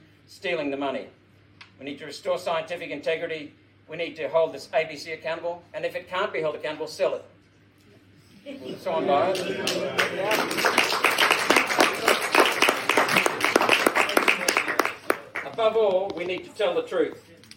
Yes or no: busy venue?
yes